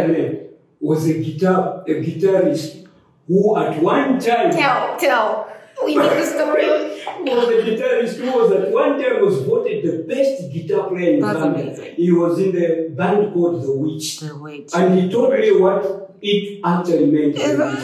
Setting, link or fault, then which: fault, echo